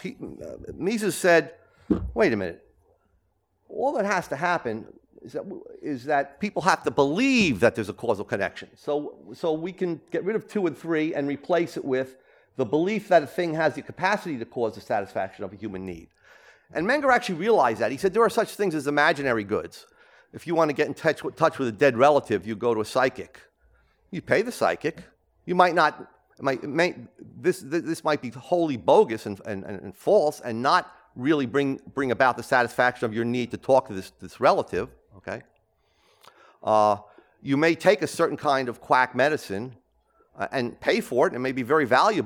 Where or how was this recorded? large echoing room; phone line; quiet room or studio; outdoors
large echoing room